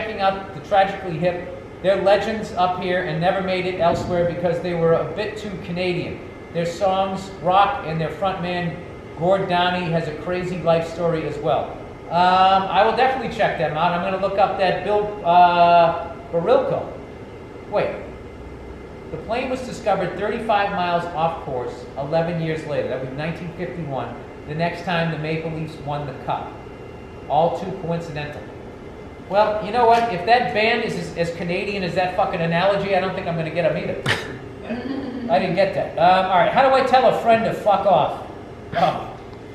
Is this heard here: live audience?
yes